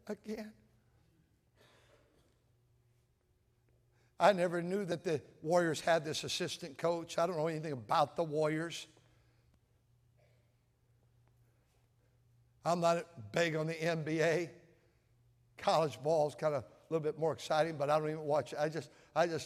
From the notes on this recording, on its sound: at North Valley Baptist Church in Santa Clara, California, during the Sunday Evening service on January 21, 2024.